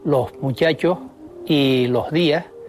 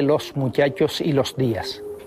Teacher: En primer lugar, aspiran los canarios la S que aparece a final de sílaba. · Shown in: first take · Así se dice en las islas, los muchachos y los días, en lugar de los muchachos y los días. · Term: aspiración